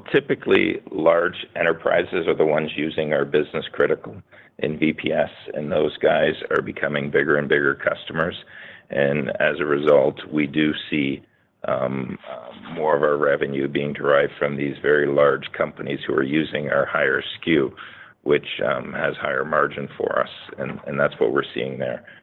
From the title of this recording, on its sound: Q3 FY24 Snowflake Earnings Conference Call